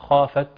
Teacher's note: فنقرأ خافت ونراعي أيضا همس التاء بما لا يزيدها عن مقدارها، يعني لا نراعي في ذلك ايضا ان نتوسط الامر. وبرضه